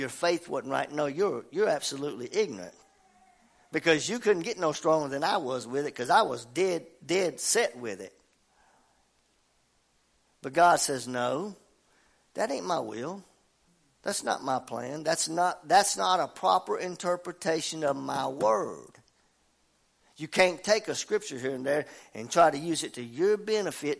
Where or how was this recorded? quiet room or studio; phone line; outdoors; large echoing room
large echoing room